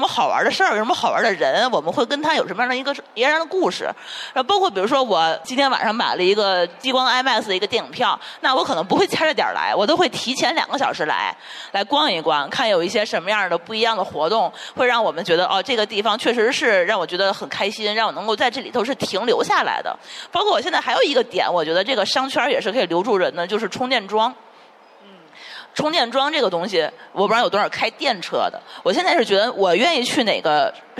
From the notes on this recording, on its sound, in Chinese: 本期播客为《记者下班》首场线下听友开放麦录制，与天津万象城联合制作。现场还意外遇到了几位之前参与过节目录制的嘉宾朋友。